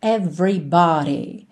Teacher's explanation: Esse E que vem depois do V não aparece. Você não vai dizer everybody, ok?